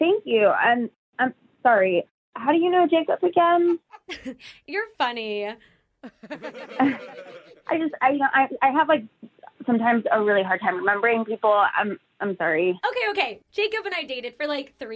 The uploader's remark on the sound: We’re Phone Tapping a bride just days before her wedding.